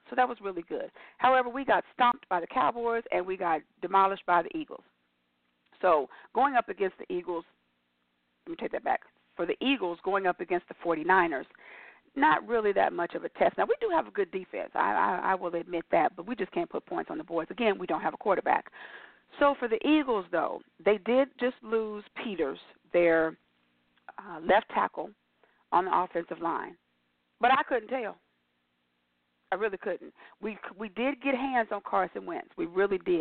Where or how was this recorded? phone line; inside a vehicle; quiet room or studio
phone line